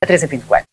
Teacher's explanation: it's like 8 syllables reduced to 3